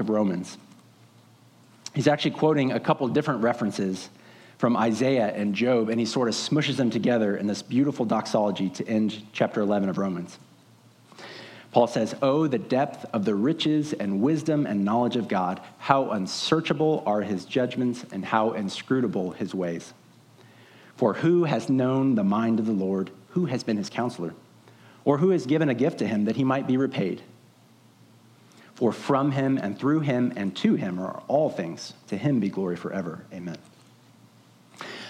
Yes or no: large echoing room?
yes